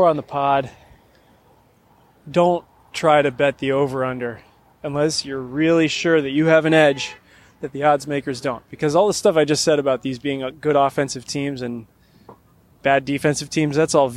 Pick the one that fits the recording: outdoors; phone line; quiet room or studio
outdoors